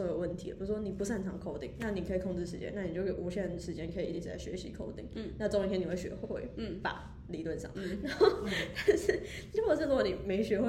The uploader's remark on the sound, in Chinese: 因為我們錄音被提醒音量降低，。所以後半段有一段比較小聲，。